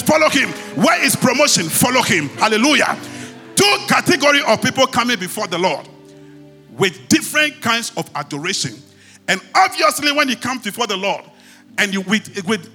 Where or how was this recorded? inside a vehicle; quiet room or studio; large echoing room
large echoing room